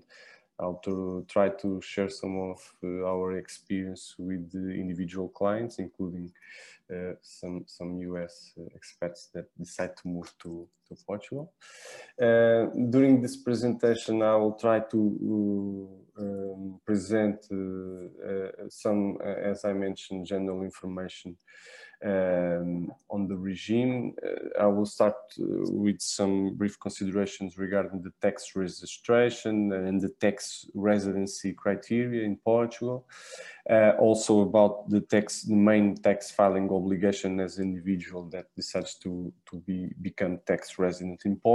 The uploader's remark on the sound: WEBINAR. For those joining us on Zoom.